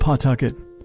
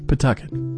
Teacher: The W is silent, maybe even the A. · Shown in: second take